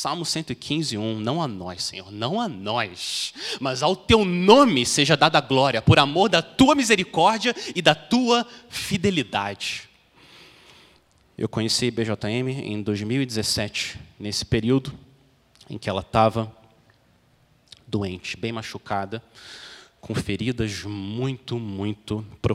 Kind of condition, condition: setting, large echoing room